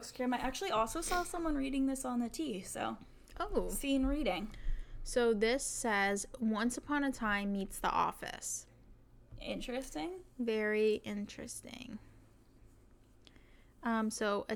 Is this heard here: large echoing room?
no